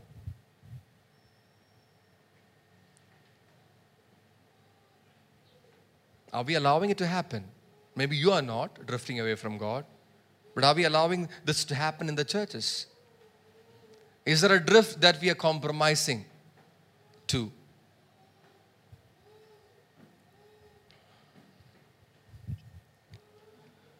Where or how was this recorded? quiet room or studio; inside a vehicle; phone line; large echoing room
large echoing room